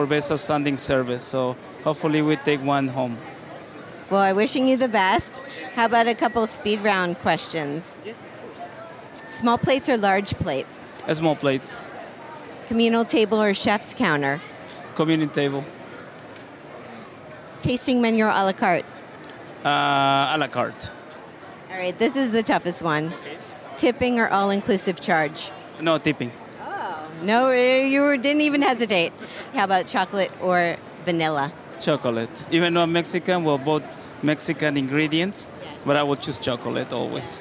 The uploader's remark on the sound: "On the Road" at the 2022 James Beard Awards in Chicago.